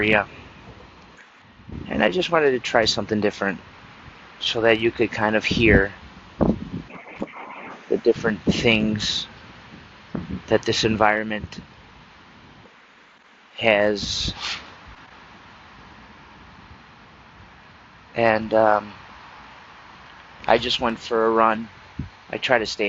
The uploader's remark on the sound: Enjoying the outdoors, with all its splendor, and noises, as I’m trying to re-energize!